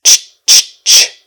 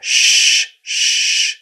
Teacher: CH is just really the louder, noisier, stronger version of SH, the sh sound. For CH, we take our tongue and push it harder up against the top to force the sound out more aggressively, and so it makes a ch-ch sound instead of sh-sh.